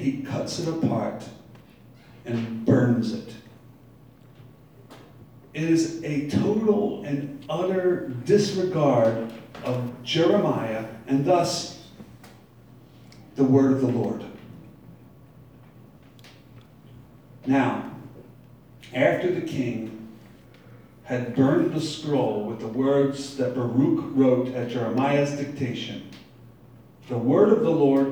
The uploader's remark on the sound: Live from Black Cloister Brewing Company.